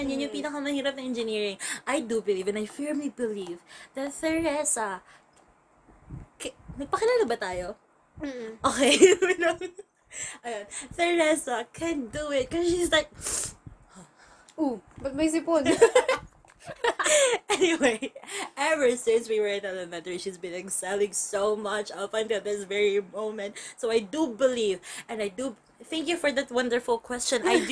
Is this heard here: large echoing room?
no